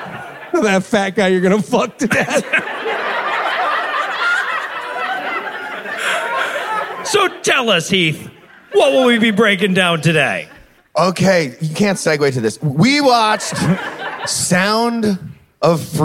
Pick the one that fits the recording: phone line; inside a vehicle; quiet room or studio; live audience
live audience